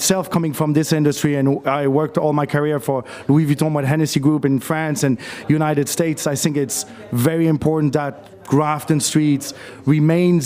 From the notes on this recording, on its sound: Broadcasting from the Three Store on Grafton Street this week, a street that is integral to shopping in Dublin.